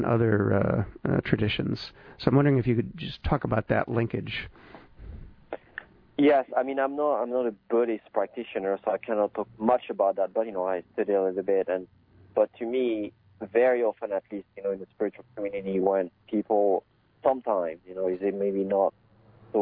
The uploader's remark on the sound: we converse by telephone